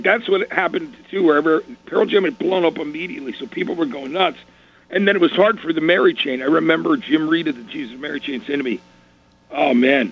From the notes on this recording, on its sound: called in for a chat